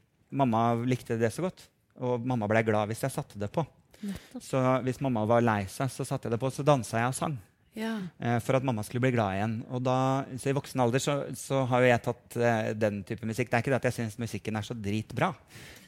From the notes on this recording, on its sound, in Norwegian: Live fra Røverstaden.